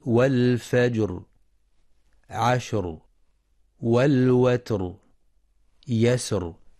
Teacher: فتفخم الراء في والفجر، عشر، والوتر، يسر لسكونها بعد ساكن مسبوق بفتح